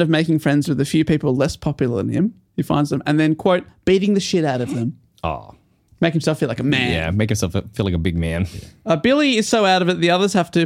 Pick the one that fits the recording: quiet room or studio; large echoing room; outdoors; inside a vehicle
quiet room or studio